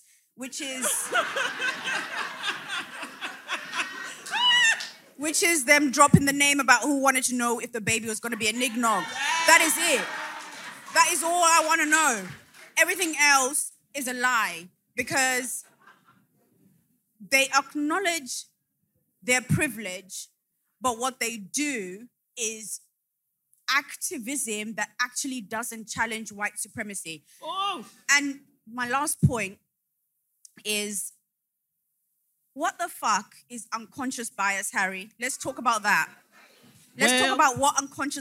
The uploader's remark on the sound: (Manchester Live Show). Third and final live show of 2023, our sold out SYM-posium at Canvas Manchester!